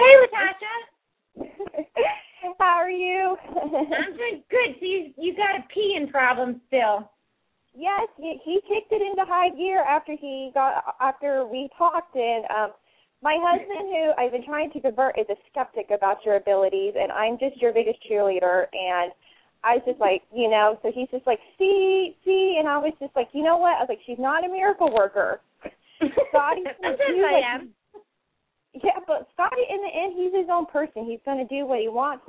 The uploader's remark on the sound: open up the lines for listeners to call